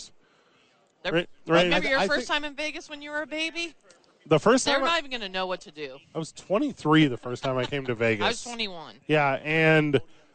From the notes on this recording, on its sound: Radio Row Day 1 in Las Vegas. Live from Vegas on Radio Row.